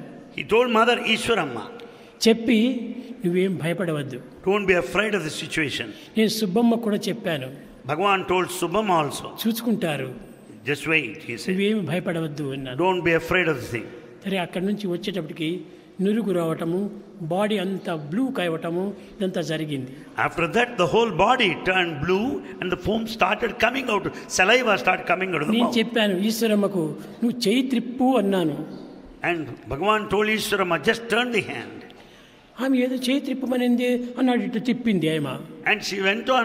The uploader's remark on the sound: Divine Discourse Delivered on 31st August 2002 in Sai Kulwant Hall, Prasanthi Nilayam